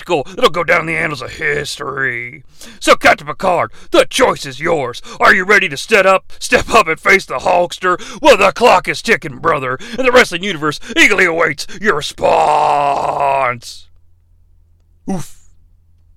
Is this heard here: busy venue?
no